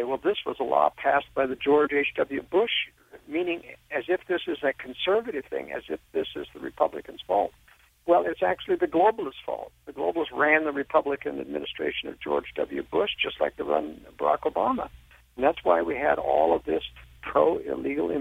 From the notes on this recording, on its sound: called